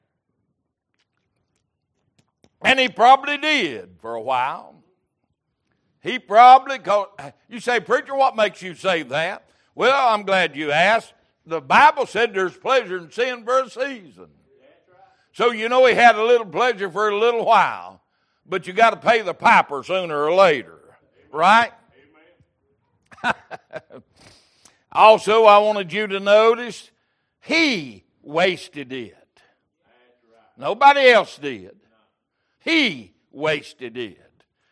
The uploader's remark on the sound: Sunday Evening Service